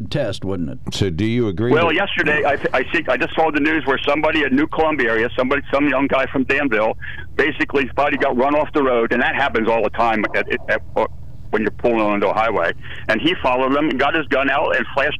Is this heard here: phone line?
yes